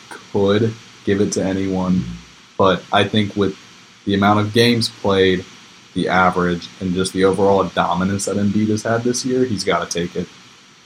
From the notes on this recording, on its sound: We thought we had put it past us, but unfortunately the evil force of technical difficulties has reared its ugly head again, however there's still a great show behind it if you can power through.